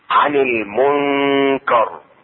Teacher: النون الساكنة اخفاؤها عند الكاف مع الغنة، والغنة حركتين · Term: اخفاء